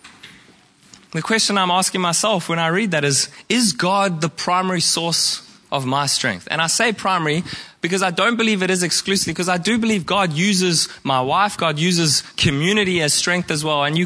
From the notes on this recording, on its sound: Preached at Horsham Downs on 14/05/2023